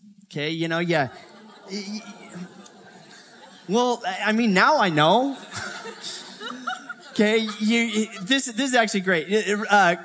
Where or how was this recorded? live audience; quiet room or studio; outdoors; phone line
live audience